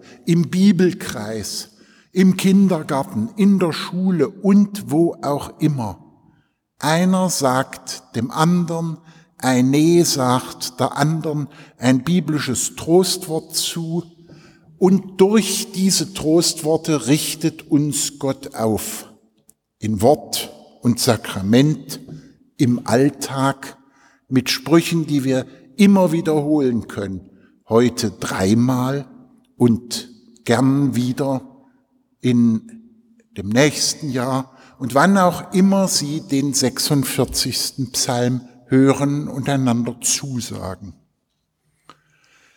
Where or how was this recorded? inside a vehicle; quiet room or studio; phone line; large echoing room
large echoing room